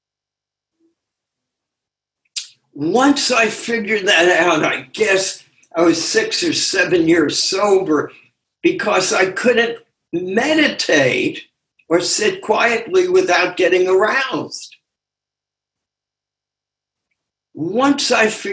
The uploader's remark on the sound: Took us on a zoom journey.